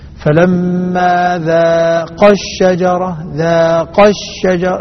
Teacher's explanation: أريد أن أمد ثم أقصر المد، فالذي يسمع يتبين له أن الألف كانت موجودة ثم حذفت · Term: النبر